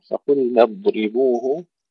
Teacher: وننتبه ألا نقلقل الضاد